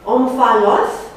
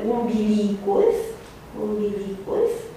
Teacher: este echivalarea unui P din greacă printr-un B în latină. În poziție interioară, în poziție medială, deci la, în poziție inițială putem să am prezența unui F.